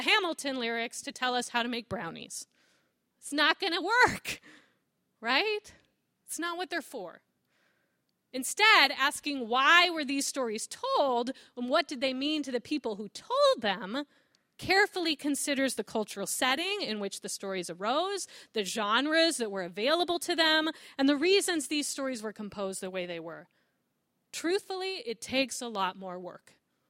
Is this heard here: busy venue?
no